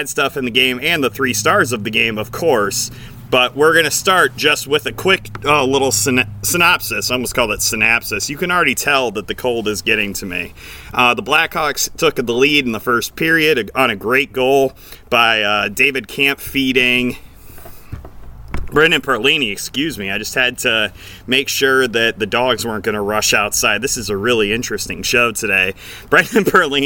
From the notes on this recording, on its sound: The NHL Winter Classic has come and gone. Taking this postgame show outside!